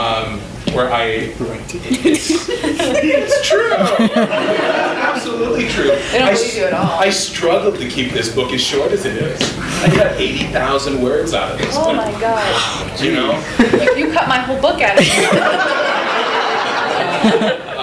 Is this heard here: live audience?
yes